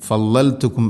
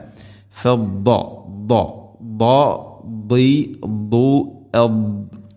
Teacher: ദാദിൻ്റെ മഖ്റജ് നാവിൻ്റെ ഏതെങ്കിലും ഒരു സൈഡ് അണപ്പല്ലുകളോട് ചേർന്ന് അതിൻ്റെ അരു നീളത്തിൽ തട്ടിക്കൊണ്ടായിരിക്കണം. · Shown in: second take · അതോടൊപ്പം അത് ഇസ്തിഇലാഇൻ്റെ അക്ഷരമാണ്.